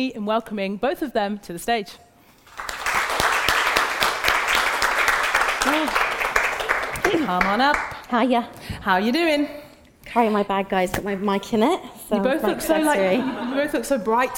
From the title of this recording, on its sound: Live at Treatwell